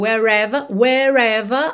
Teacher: Wherever, porque o R tá juntando com ever ali.